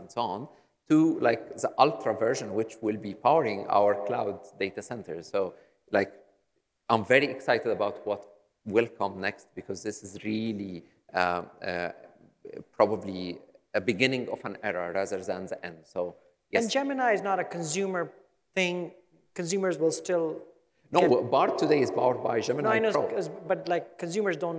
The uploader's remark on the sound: on stage in Dubai at Skift Global Forum East this December